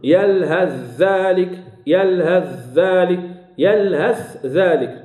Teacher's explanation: أدغم حفص، يلهث ذلك، يلهث ذلك، يلهث ذلك، الأصل يلهث ذلك، وقال يلهث ذلك، أدغم الثاء في الذال، أدغم الثاء في الذال، هذا خاص بحفص ما كاينش عند ورش